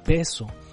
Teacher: sonido labial como beso, labial porque los dos labios se tocan entre sí